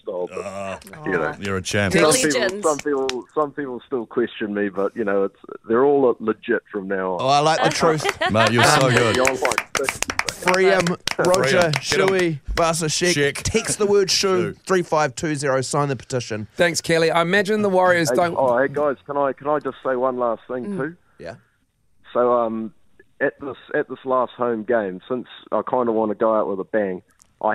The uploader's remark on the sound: We were joined on the phone